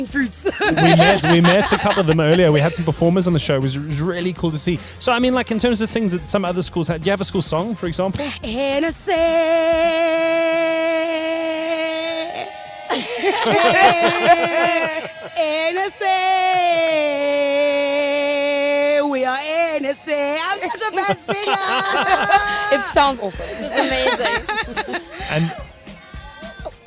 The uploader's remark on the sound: Live from the National School of the Arts.